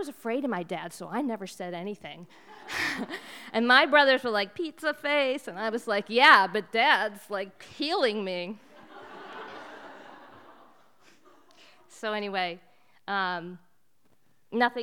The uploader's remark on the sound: This event was recorded in front of live audience on August 15h at Wellfleet Preservation Hall in Cape Cod, Massachusetts.